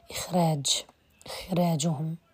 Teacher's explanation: استثنى الخاء من حروف الاستعلاء فرقق الراء عندها